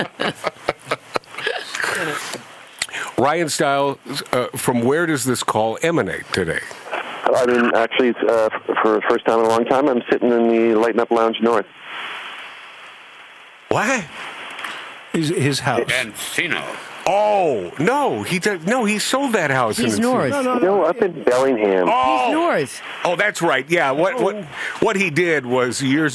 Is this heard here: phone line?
yes